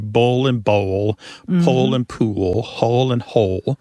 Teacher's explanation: the physical act of pronouncing that dark L kind of requires the back of the tongue to raise toward your soft palate. And that movement of the tongue pulls the vowel that comes before the L in a new direction.